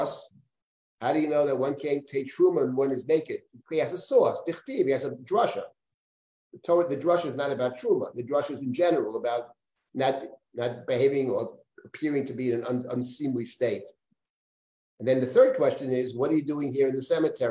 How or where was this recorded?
video call